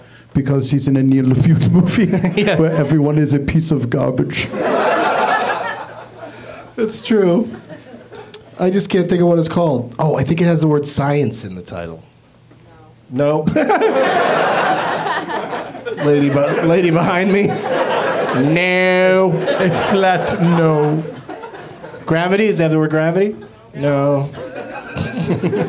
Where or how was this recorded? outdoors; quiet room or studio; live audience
live audience